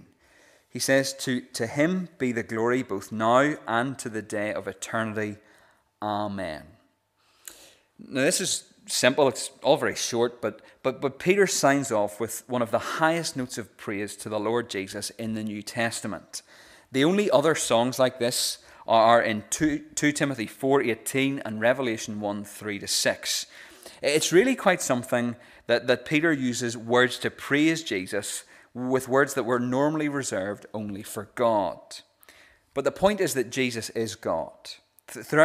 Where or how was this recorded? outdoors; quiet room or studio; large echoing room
large echoing room